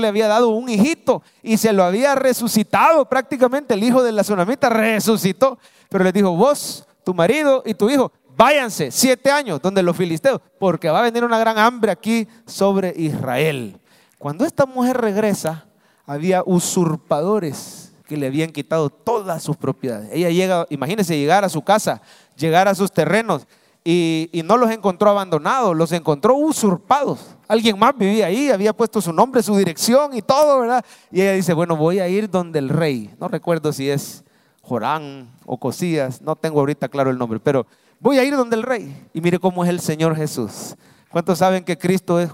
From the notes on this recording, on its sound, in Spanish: mensaje predicado en vivo desde el Centro Familiar de Adoración, Domingo 9 de Abril 2023